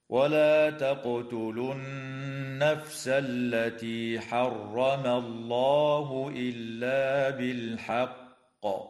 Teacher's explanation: ويجوز الوقف على كلمة بالحق من قبيل الوقف الكافي، وتقلقل القاف فيها حال الوقف مع تشديدها